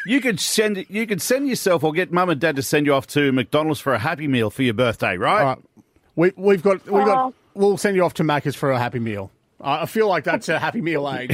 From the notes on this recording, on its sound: on the phone from Nashville